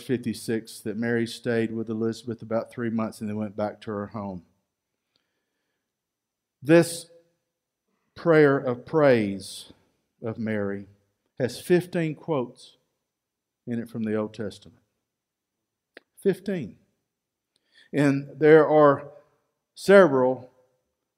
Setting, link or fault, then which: setting, large echoing room